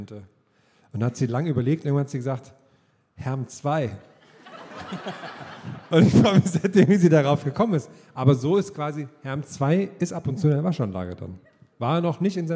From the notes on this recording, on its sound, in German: Gästeliste Geisterbahn war live in Bremen.